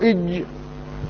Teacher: فيجعلها شديدة تشبه الدال أو هي الدال الأعجمية ولكنها لا تكون منفتحة